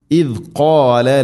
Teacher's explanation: ദാൽ ഉച്ചരിക്കുന്ന സമയത്ത് നാവിൻ്റെ അറ്റം മുൻപല്ലുകളുടെ ഇരുനിരകൾക്കിടയിലൂടെ അല്പം വളരെ നേരിയ തോതിൽ, സാഇൻ്റെ അത്ര തന്നെ ഇല്ല, പുറത്തായിരിക്കണം നാവിൻ്റെ അറ്റം. അതാണ് ഖാഫ് എന്ന അക്ഷരം തൊണ്ടയുടെ മുകൾ ഭാഗവും കഴിഞ്ഞ് മേലെയാണ് ചെറുനാക്കിൻ്റെ ആ ഒരു ഭാഗം